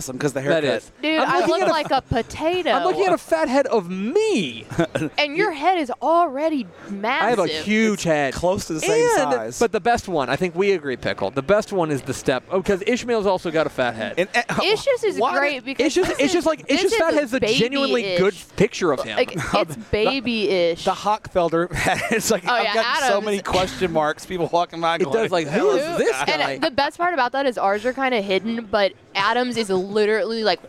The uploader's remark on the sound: Live (on tape) from the THSCA Coaching School and Convention in San Antonio